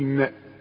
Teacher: وطلع شوية هوا كده علشان تطلع التاء، لأن التاء من حروف الهمس تقول نأت، اوعى تقلقلها.